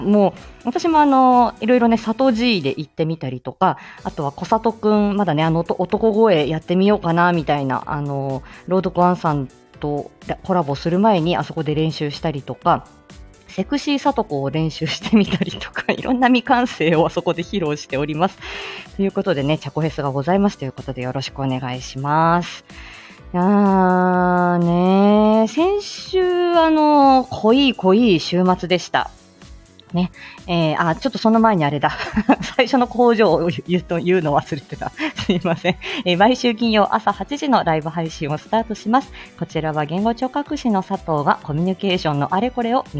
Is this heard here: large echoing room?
no